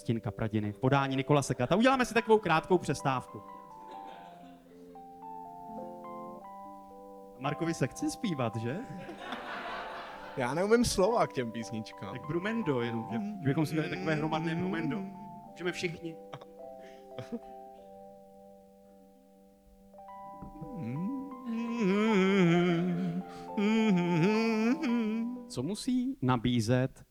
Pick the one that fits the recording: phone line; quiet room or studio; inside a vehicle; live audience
live audience